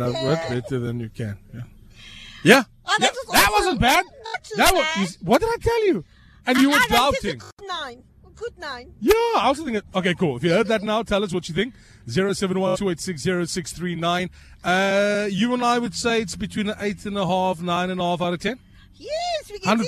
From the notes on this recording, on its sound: Gets A Lift To Work To St George's Grammar School. Gets picked up at her house in Greenhaven and gets a lift to work.